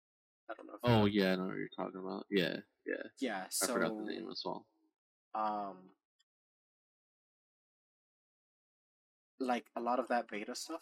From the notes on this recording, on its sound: Excuse the poor audio and many other flaws. This is as amateur as can be.